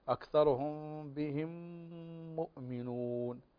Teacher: الإدغام ميم ساكنة وبعدها ميم في كلمة أخرى · Term: إدغام المثلين